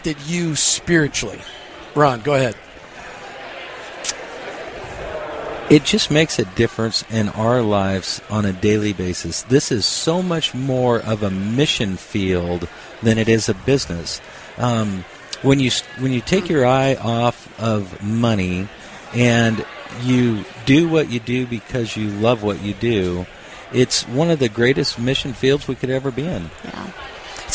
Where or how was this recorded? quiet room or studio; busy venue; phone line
busy venue